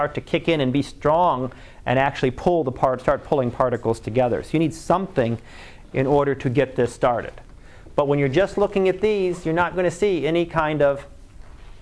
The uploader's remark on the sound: Live Class Lecture